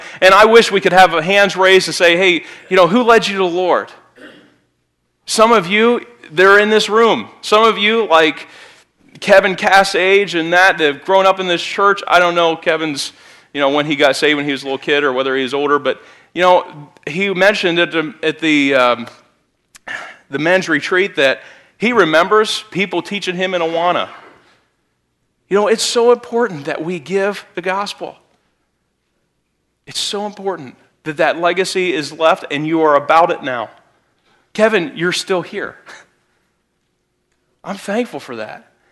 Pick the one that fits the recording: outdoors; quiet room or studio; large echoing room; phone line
large echoing room